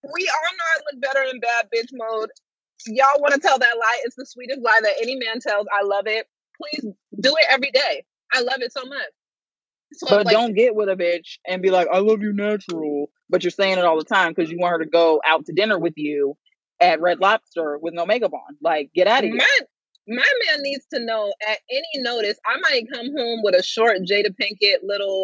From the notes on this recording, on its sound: Sit and chat with us as we drive and run errands in our "carcast" episode.